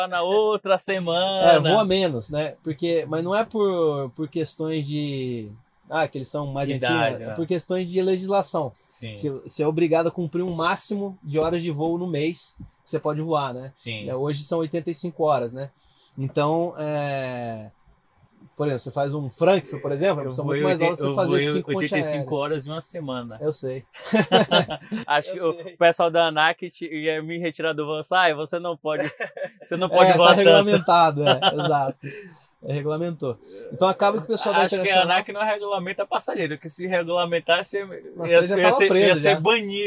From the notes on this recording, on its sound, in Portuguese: Dentro de um Cessna, no Hangar do Aeroporto de Congonhas gravamos esse podcast